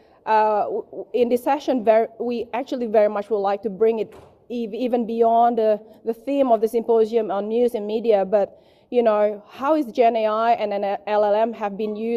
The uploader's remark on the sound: This panel discussion took place at the 2023 ADMS+S Automated News and Media Symposium, 13-14 July 2023 at the University of Sydney.